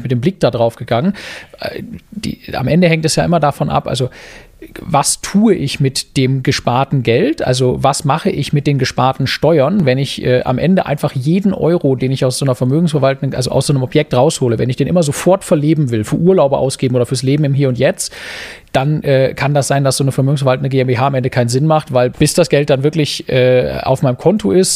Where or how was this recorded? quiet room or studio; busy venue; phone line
quiet room or studio